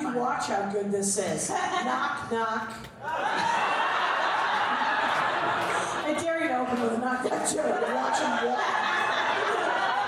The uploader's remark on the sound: This ep was recorded live at the Bridgetown Comedy Festival 2017 in Portland, OR.